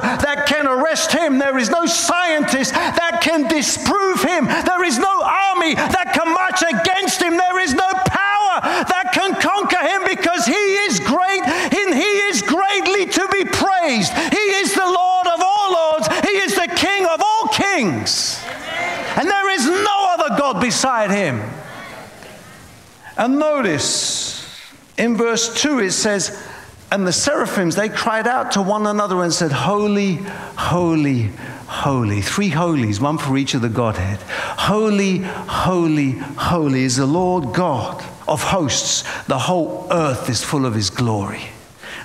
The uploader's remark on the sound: Preaching at a Church in Boston.